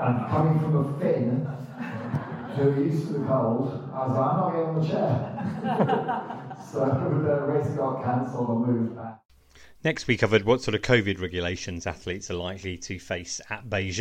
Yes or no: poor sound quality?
yes